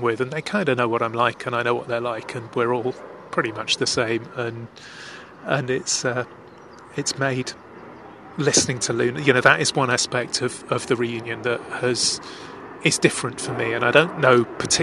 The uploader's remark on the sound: I headed to The Thames at lunchtime and sat on the steps leading down to the river, and talked into my phone.